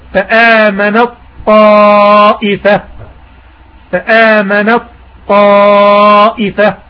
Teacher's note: وبذلك يصير الحرفان حرفا واحدا مشددا تشديدا كاملا، مثال فآمن الطائفة، فآمن الطائفة. إذن التاء الأولى في فآمنت هذه التاء ذهبت ذاتا وصفة، لم يبقى من الحرف شيء، ونطق بحرف الطاء حرفا واحدا مشددا تشديدا كاملا في طائفة، فأصبحت فآمنت طائفة. · Term: إدغام متجانسين كامل